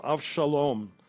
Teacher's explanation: Absalom is Avshalom, ending in an O, a long vowel.